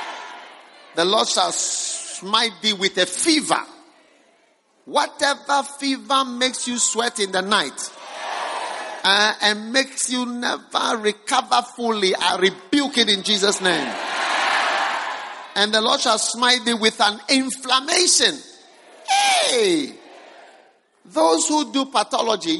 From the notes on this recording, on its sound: Preached at the First Love Center, Accra.